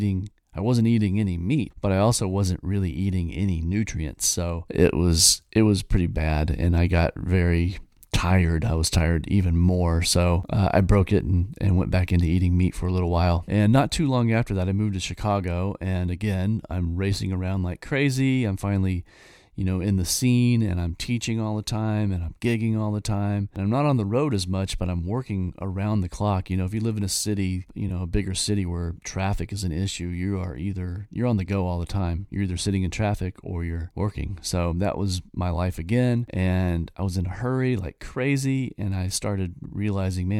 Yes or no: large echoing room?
no